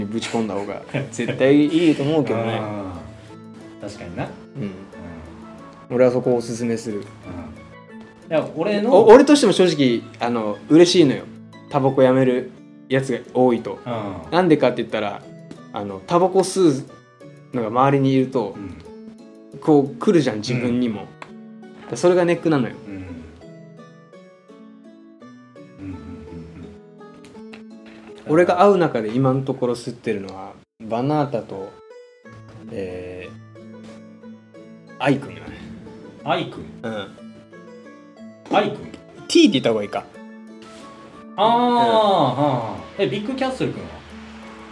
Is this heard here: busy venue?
no